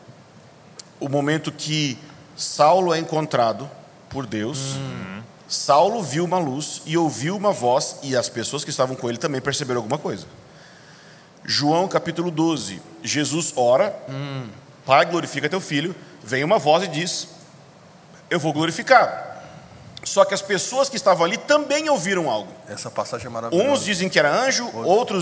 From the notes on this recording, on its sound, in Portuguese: gravamos esse bate papo ao vivo na conferência LIDERE COMO JESUS